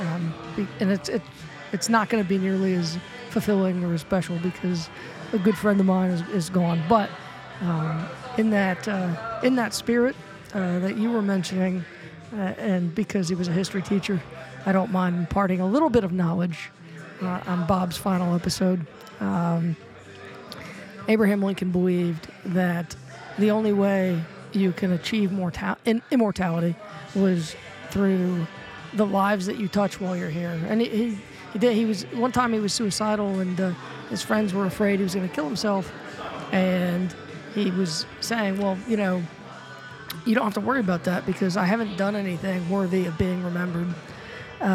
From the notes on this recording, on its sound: Gathered downtown Wilmington, NC between 3pm and 5pm at the Pour Tap Room on Front Street to have drinks, fellowship, and share stories about Bob.